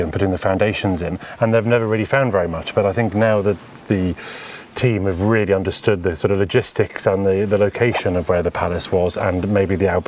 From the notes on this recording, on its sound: I revisit the site of Collyweston Palace on the day of an exciting find that emerged from the first in a series of on-site archaeological digs scheduled across the site during 2024. Recorded on location from the site.